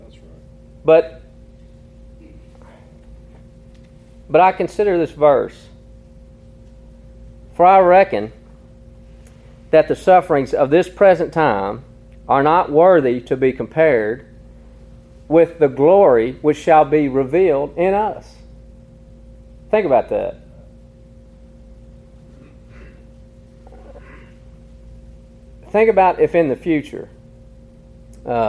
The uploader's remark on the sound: Recorded in an afternoon service at Harmony PBC